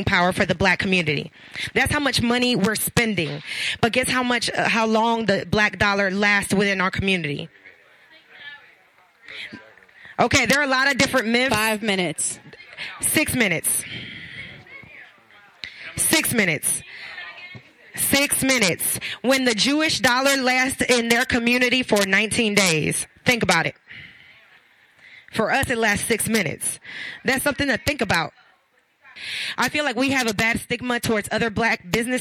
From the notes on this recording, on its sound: K-100 Radio was live at the #UniteATL #HipHopTownHall event that was held at the Omen Agency in downtown Atlanta.